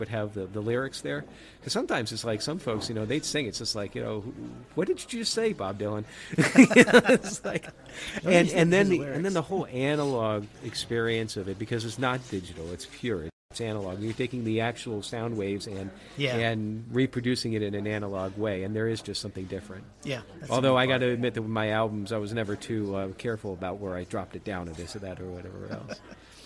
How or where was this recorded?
busy venue